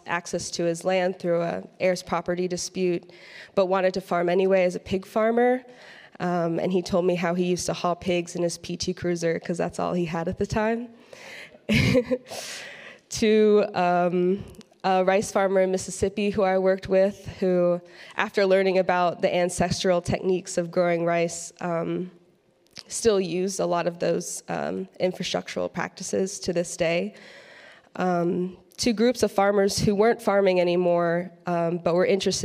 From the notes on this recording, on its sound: Addresses the crowd at Churchtown Dairy at the Saving Real Organic Conference.